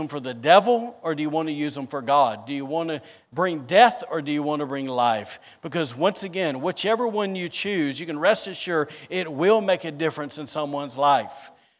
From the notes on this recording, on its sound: was recorded on Sunday, July 31st, 2022, during service at The Anchor Church in Rockport, Maine